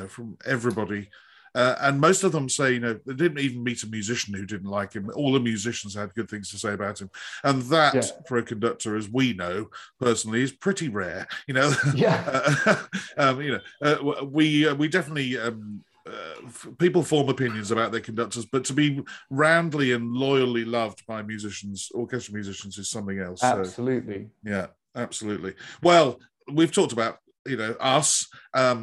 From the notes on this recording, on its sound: This interview was recorded on 23rd November 2021 via Zoom.